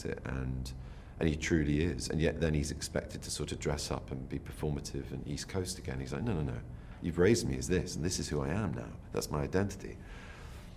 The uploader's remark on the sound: On location at the Venice Film Festival for a segment originally aired on SVT, Swedish National Television.